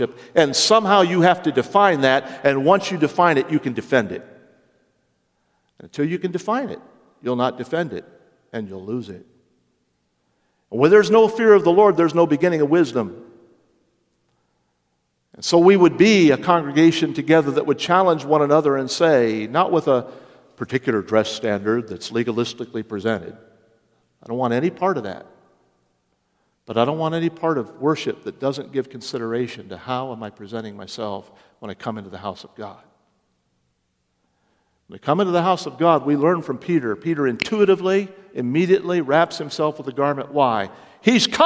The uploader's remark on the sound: Originally preached Sunday morning March 12, 2023.